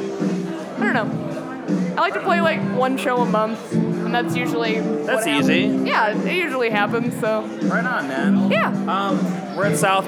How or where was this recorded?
busy venue